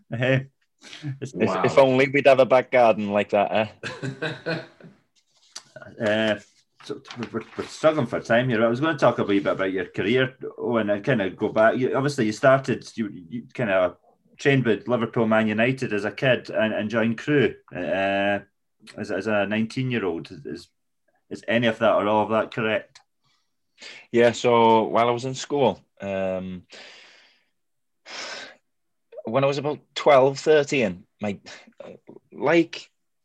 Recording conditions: video call